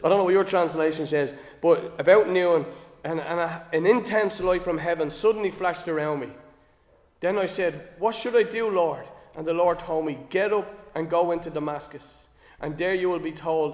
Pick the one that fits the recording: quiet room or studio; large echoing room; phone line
large echoing room